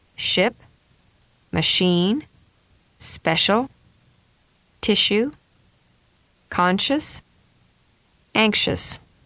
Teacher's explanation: The tongue forms a seal around the palate, with the sides of the tongue touching the back molars. Air is continuously released between the tongue tip and the roof of the mouth. This creates a noisy airstream. · Term: SH sound